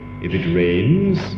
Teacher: a rising tone has an association with incompletion, something not yet complete